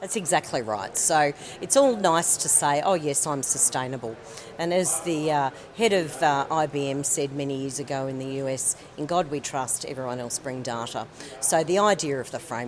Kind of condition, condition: setting, busy venue